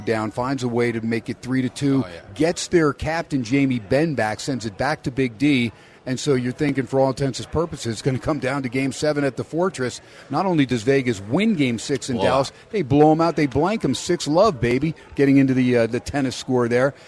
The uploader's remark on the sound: "Live" from #SteinersPub on a #HumpDay it's #SportsXradio.